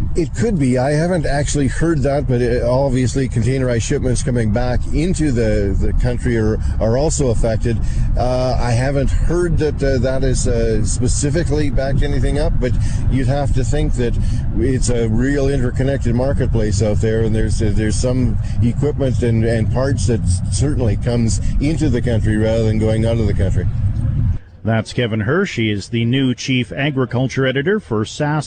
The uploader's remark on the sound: Live from Ag in Motion